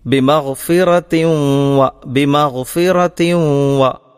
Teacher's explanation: അതിൻ എന്ന തൻവീന് വാവിൽ ലയിപ്പിച്ചുകൊണ്ട് ഇദ്ഗാം ചെയ്തുകൊണ്ട് മണിച്ച് ഓതേണ്ടതാണ്. ഇദ്ഗാമു ബിഉന്ന എന്നാണ് പറയുക.